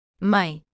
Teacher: where vowel sounds are nasalized, meaning air is released through the nose as well as the mouth · Term: nasal diphthongs